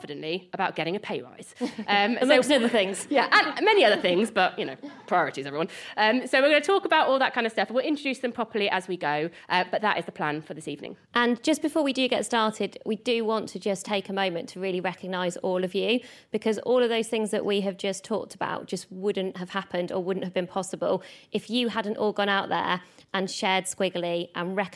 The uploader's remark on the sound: recorded at Squiggly Careers Live on October 17th